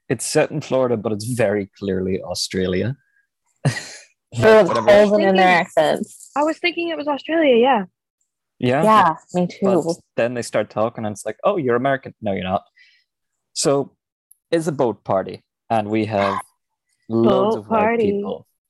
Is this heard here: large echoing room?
no